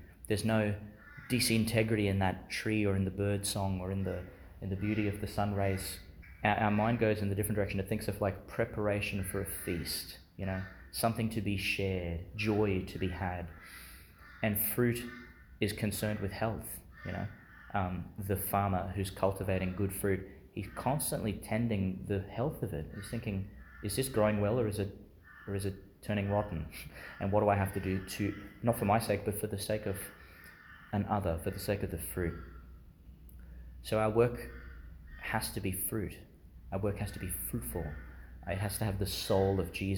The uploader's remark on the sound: delivered Chanel School Chapel, Gladstone, Qld